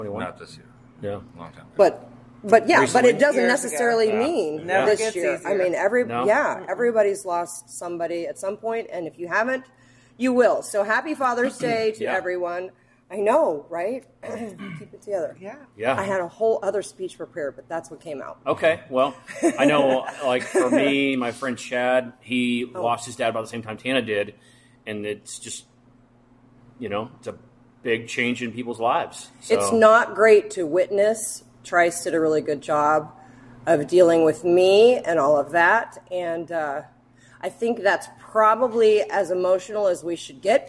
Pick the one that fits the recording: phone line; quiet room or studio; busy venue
busy venue